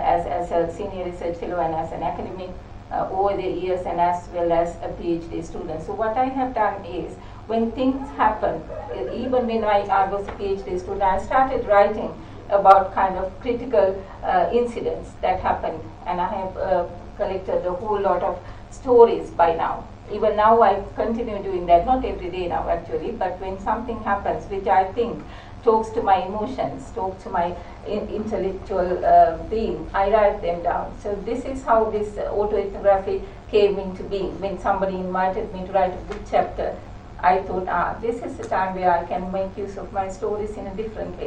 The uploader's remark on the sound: speaks at SRHE International Research and Researchers Network Event